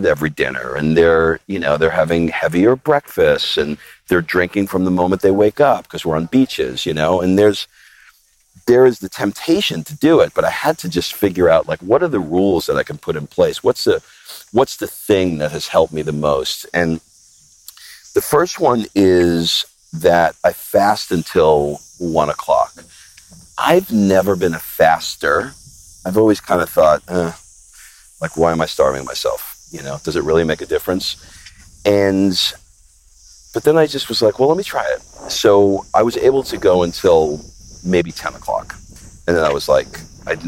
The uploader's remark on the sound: I take a walk and talk